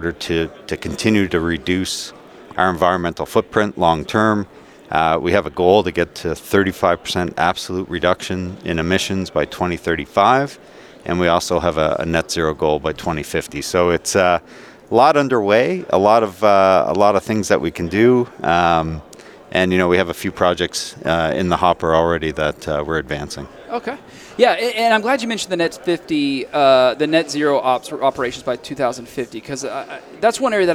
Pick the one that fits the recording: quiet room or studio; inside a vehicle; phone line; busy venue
busy venue